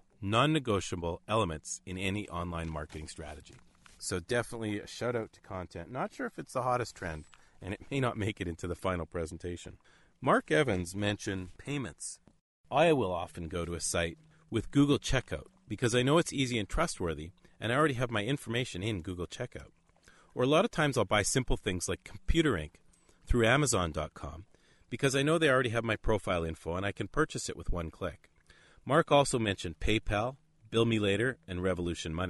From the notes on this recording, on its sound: The World’s First Ever Beaver cast recorded on a Beaver dam in Northern Ontario, Canada.